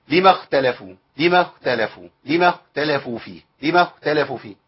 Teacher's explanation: الخاء عندي ساكنة، انا عايز ابين صوت الخاء. في حال السكون يبقى صوت الخاء ابين، الخاء تبقى يتجلى فيها كل الصفات من رخاوه ومن استعلاء وكل صفات الايه الخاء ومن همس.